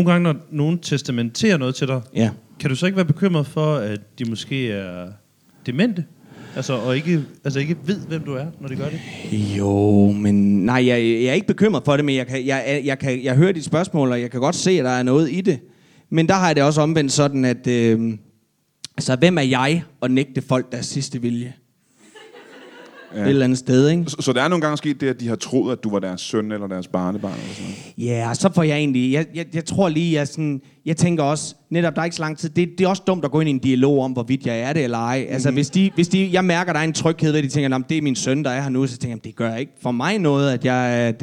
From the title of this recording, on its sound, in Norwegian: LIVE fra Mojo Blues bar